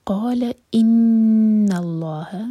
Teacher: نون پر غنا اور لام جلالہ ہیوی، اس کے بعد ہا کو لائٹ رکھنا ہے، ہا آواز نہیں آئے.